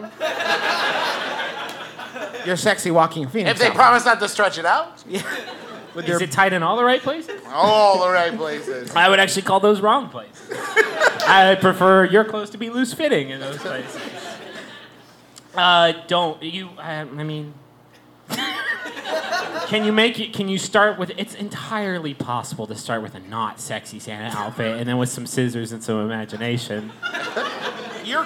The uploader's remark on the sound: We're live in Austin for the first part of our two-show comedy extravaganza.